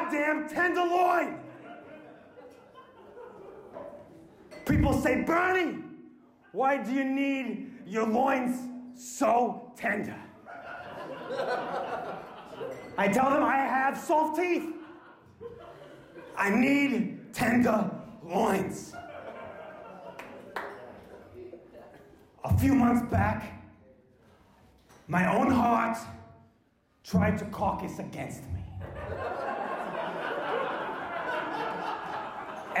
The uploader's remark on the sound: LIVE At TeeHee's Comedy Club (January 2020)